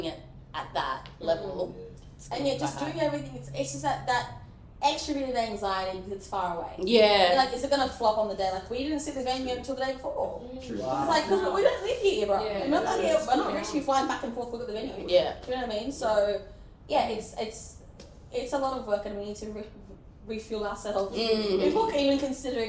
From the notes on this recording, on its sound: We tried all we could to salvage the audio for this week so please do bear with us on this one!